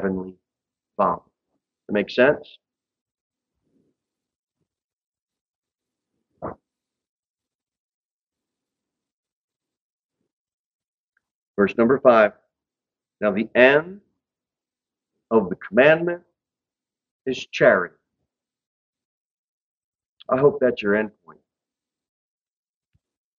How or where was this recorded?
large echoing room